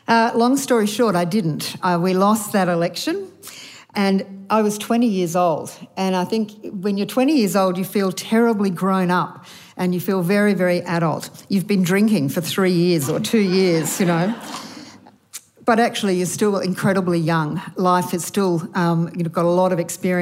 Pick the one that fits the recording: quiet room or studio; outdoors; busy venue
busy venue